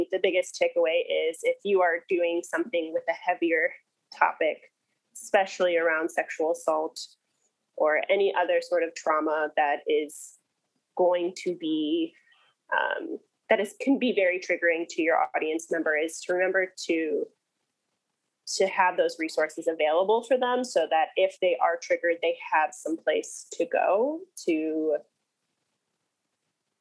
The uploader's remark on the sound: we were asked to come in (Zoom-style)